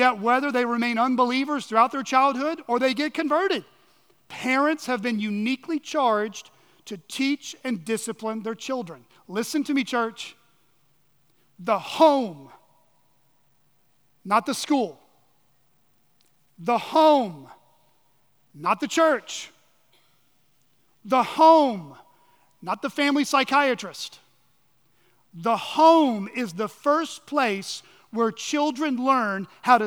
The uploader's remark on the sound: at Chaffee Crossing Baptist Church